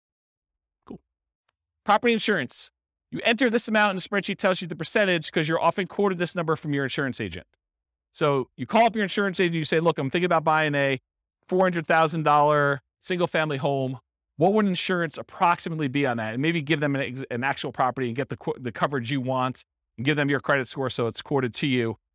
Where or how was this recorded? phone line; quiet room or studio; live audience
live audience